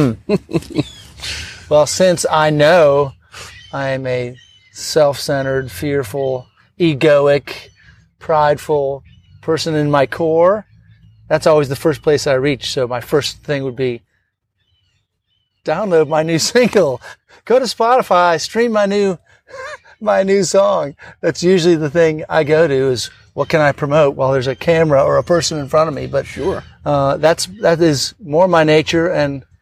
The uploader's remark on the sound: on-location at beautiful Hampton Park in Charleston, South Carolina